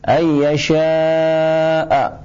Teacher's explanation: Wajib, ya, karena yasha'a itu satu kalimat, ya, apabila dia dalam satu kalimat maka dia wajib hukumnya, wajib dibaca 4 atau 5 harokat, tidak boleh dengan 2 harokat